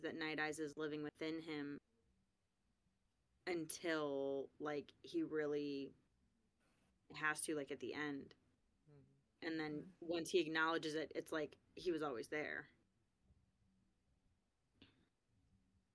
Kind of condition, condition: fault, uneven or low level